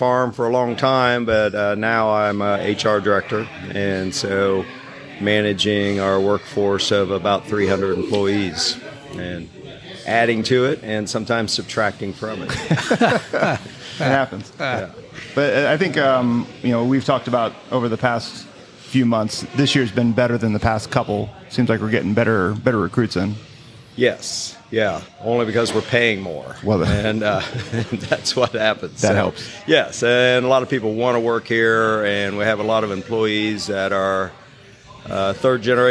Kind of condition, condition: setting, busy venue